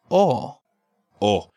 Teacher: Now, this is like the English letter O, but in Spanish, your lips don't slide into a U sound